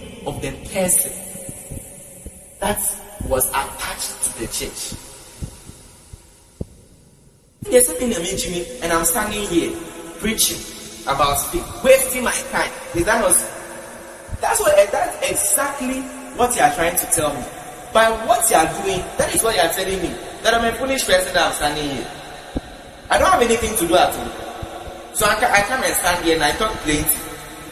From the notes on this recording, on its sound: Preached at the GIHTIIY Conference 2023 at the Love Arena, Accra.